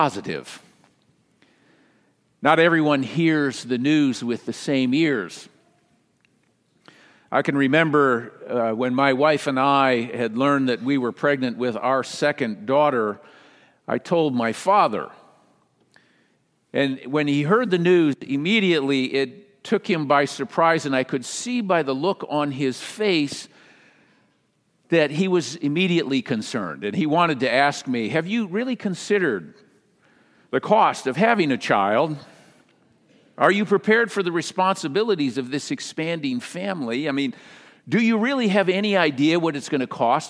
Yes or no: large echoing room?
yes